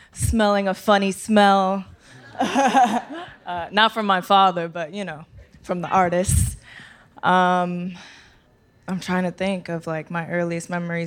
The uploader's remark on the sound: We recorded a live show at the Highline Ballroom in Manhattan. There was also a lively Q&A where the audience got a chance to ask all of the burning questions.